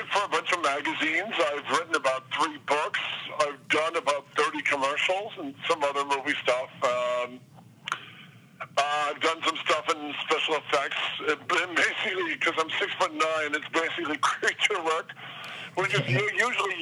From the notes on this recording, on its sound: We did a phone interview.